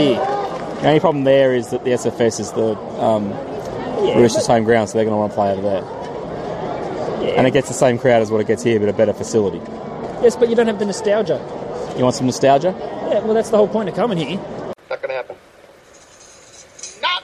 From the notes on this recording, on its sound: 'live recorded' from the Sydney Cricket Ground for the Dragons-Tigers clash. We've got a few of the younger brigade with us taking in the SCG for the first time.